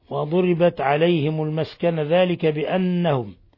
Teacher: نون مشددة تغن مقدار حركتين، ثم ميم ساكنة جاء بعد حرف الكاف الحكم التجويدي إظهار شفوي.